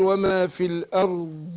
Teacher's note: فأنا باين إيه الضاد، على الرغم إن هي مكسورة بس أبينها إن هي من الحروف القوية